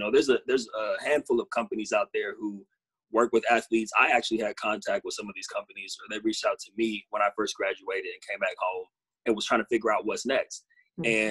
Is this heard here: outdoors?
no